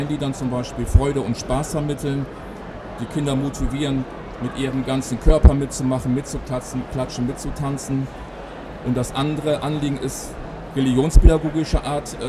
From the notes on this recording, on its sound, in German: live auf dem evangelischen Kirchentag 2017 in Berlin